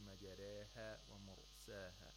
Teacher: It sounds better when you say majareha wa mursaha, because we have tarqiqs right after another